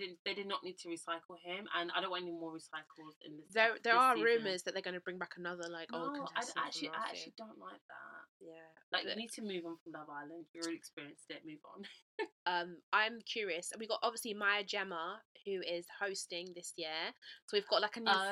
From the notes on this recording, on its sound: we did have some technical difficulties with our mics so please bear with us.